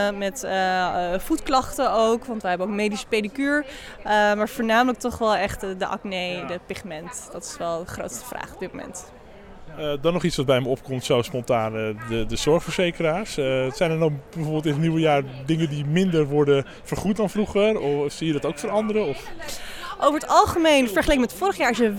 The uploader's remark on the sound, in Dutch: Op de nieuwjaarsborrel in Lab 44